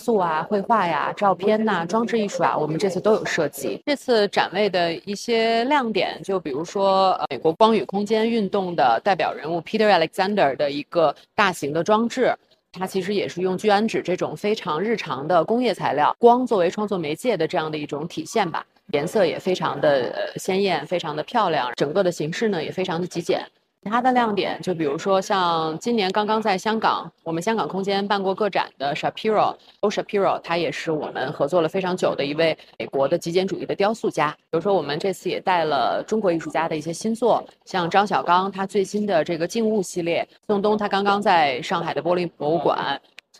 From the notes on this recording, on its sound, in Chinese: 西岸现场快问快答。现场观展客人众多，杂音较重。本次我们特别邀请了西岸艺博会现场的画廊主理团队接受我们的快闪提问与部分作品导览解读。